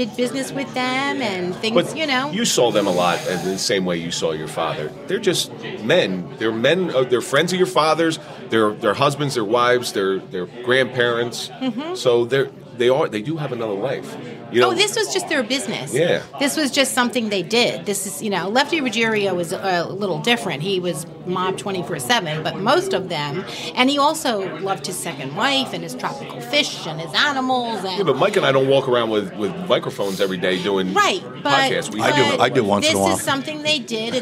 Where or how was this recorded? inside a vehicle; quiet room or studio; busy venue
busy venue